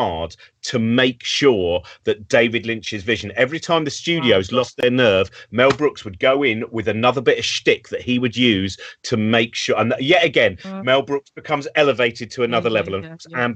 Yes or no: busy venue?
no